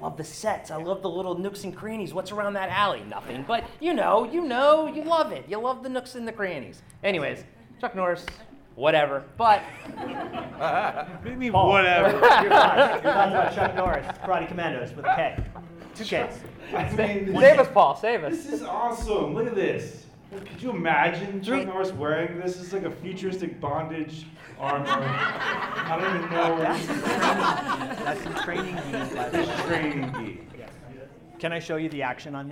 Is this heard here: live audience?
yes